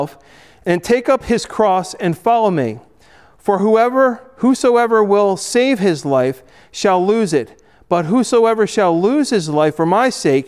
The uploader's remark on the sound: Recorded at Hudson UMC